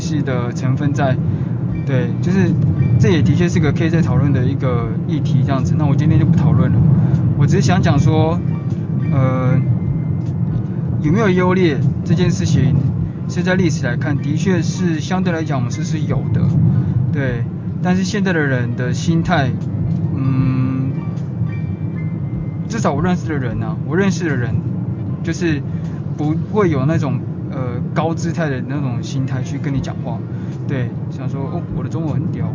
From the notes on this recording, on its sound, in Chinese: 開車的路上。抱歉雜音很多～因為出門時突然靈感想乍現，就直接錄了～。